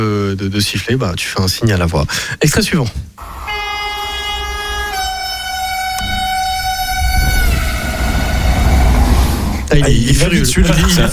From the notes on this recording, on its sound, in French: J’avoue part en train avec l’AAPSL ! J’avoue est en direct d’un train « assez spécial » avec l’amicale des agents de Paris Saint-Lazare (AAPSL). Pour ce train de Noël.